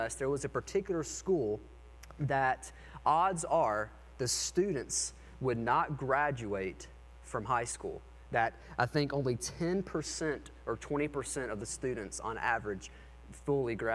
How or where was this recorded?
large echoing room